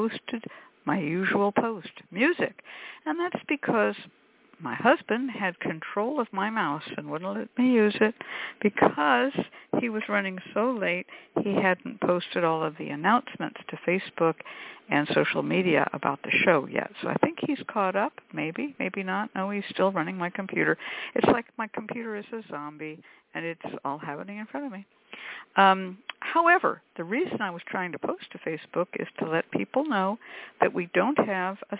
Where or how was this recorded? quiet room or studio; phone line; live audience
phone line